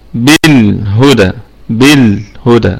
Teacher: بالهدى الكلمة كلها مرققة، والدال قلقلة نسبية لأنها متحركة. بالهدى نقف عليها بما الطبيعي، وهذا ما الطبيعي حركتين وقفا وصلا. · واللام ساكنة، ونراعي فيها صفة البينية، صفة التوسط، لأنها بين الشدة والرخاوة